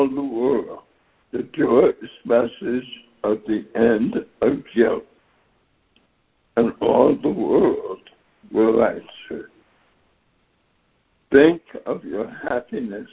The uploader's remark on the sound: ACIM Daily Conference Call